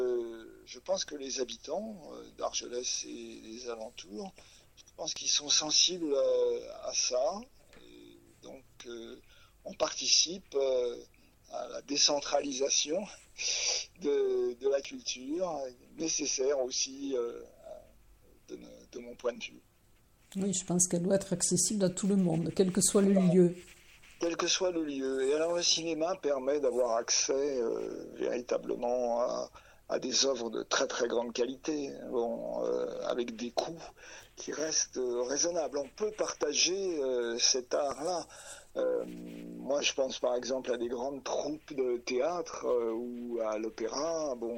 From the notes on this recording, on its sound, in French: Entretien téléphonique